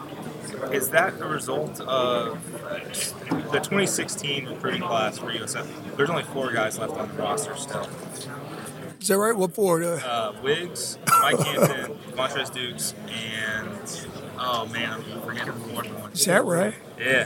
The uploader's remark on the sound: Live from AAC Media Days